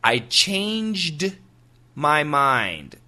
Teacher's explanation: If we say it really fast, you don't hear the D in changed. So perfect pronunciation would be, I changed my mind.